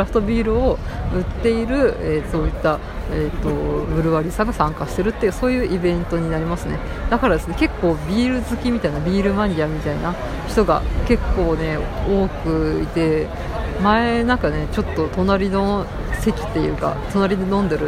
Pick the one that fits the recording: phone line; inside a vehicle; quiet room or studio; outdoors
outdoors